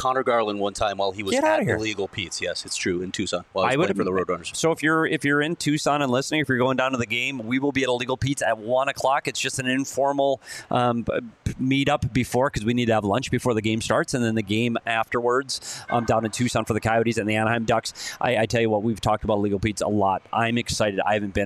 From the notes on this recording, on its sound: live at the Ice Den in Scottsdale